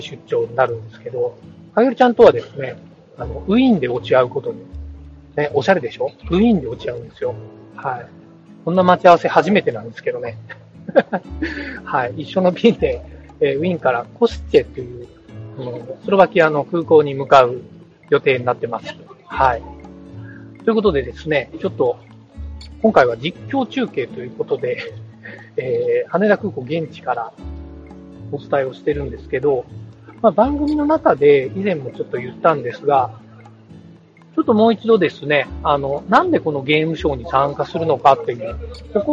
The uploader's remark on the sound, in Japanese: 海外ゲームショー遠征スロバキア編「#01 いざ羽田から出発」。今回はスマホ収録の為、音声が非常に聞き取りづらくなっています。